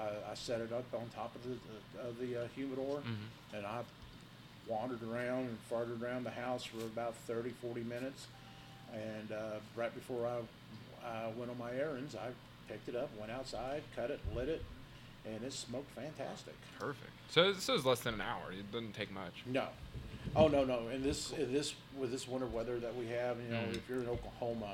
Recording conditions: busy venue